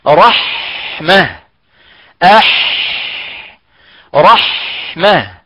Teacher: ليس هناك شد على الميم لا في رحمة ولا في الرحمن · إذا فيما يخص الحاء، إذا من صفاته ماذا؟ الانفتاح والاستفال والرخاء والهمس